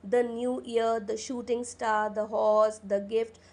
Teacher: तो द जो है एक अनस्ट्रेस्ड सिलेबल है. ठीक है, क्योंकि डेफिनेटली जो आर्टिकल होता है इसमें हमेशा कॉन्सोनेंट साउंड बाद में आती है.